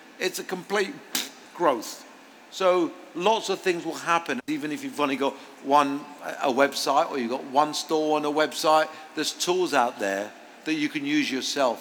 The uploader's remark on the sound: Live on stage at Springfair. Please note this interview was recorded in front of a live audience and we unfortunately experienced some AV glitches that were beyond our control. The format of this episode is therefore different to the norm but the overall impact should be minimal.